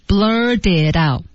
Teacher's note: T 和后面 OUT 的连读的话呢，可以进行浊化处理